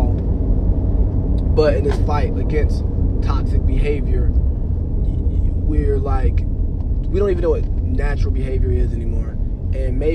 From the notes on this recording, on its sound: I record this episode from my truck on my way SoCal to support Spark the Pop Up!